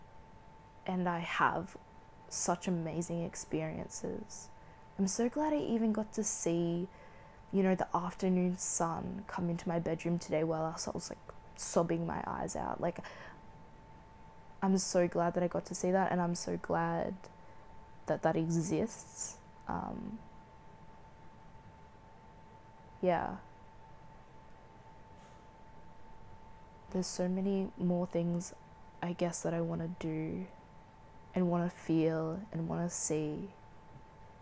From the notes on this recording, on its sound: sat in a dark room with the ambient noises of my heater